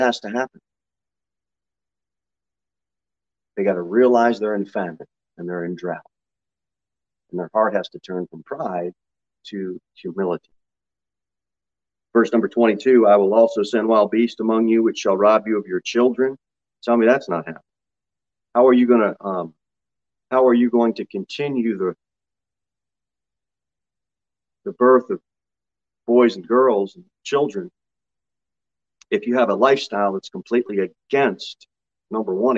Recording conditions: large echoing room